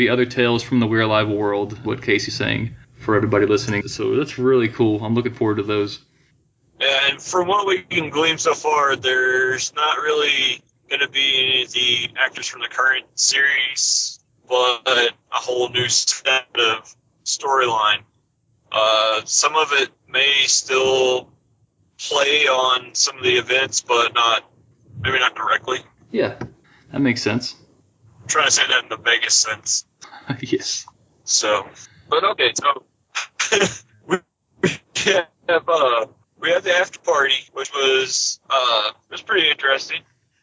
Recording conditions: poor sound quality